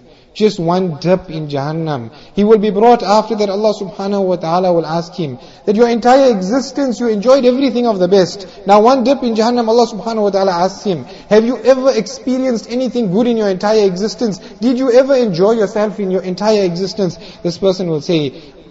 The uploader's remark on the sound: Jumuah Lecture at Avondale Musalla